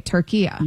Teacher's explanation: a short A at the end, not the long A